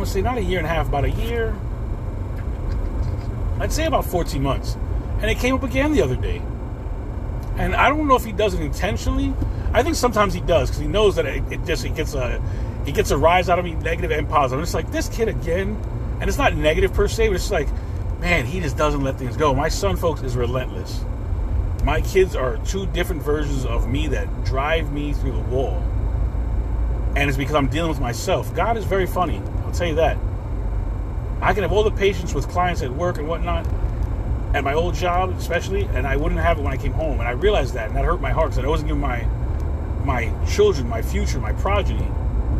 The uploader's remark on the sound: CarCast